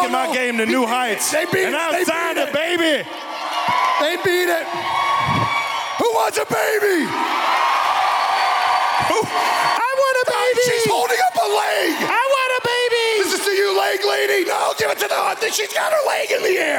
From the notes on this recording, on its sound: Our first-ever live show filmed in front of an electric crowd on April 26th at the historic Kansas City Music Hall is finally here!